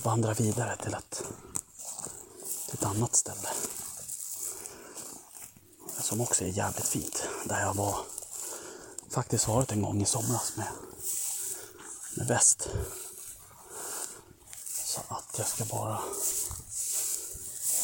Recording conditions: phone or laptop microphone